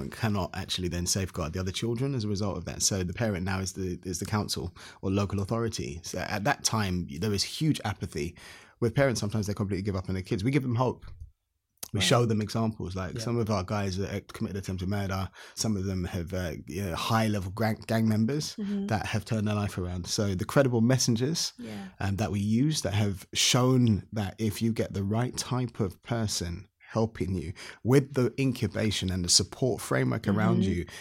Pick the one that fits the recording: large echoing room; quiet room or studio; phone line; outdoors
quiet room or studio